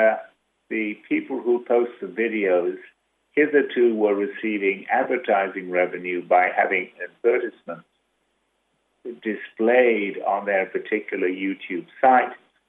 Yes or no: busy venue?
no